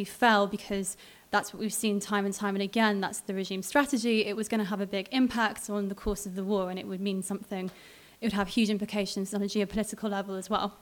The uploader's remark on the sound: Recorded live at Riwaq Beirut.